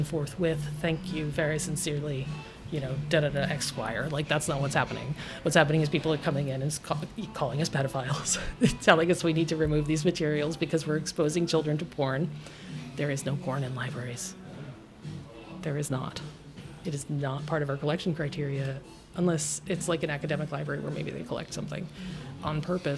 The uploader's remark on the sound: This conversation was recorded at Gebhard's Beer Culture Bar. This conversation was recorded at Gebhard's Beer Culture Bar.